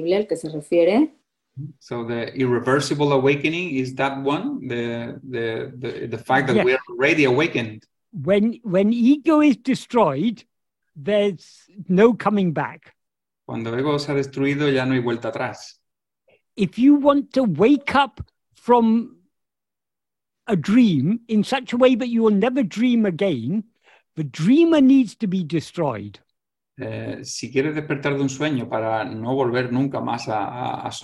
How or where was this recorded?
video call